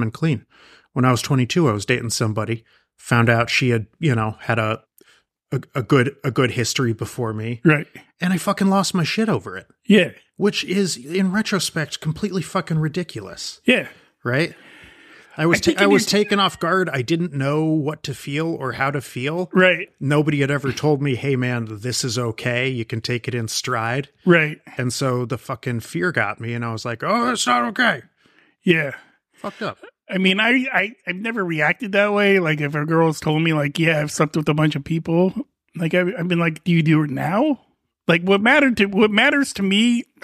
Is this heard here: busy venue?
no